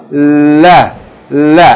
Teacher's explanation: Lam is different also because pronounced from the edge of the side of the tongue, the upper front part of the tongue. Lam. The edge, side, upper part of the side of the tongue, not the back part, upper part, going up to the gums, yani above it.